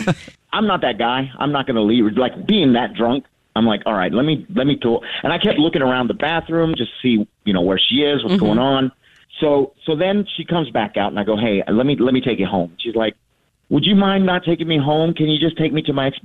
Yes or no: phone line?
yes